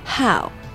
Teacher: how，大口的 out，把它发充分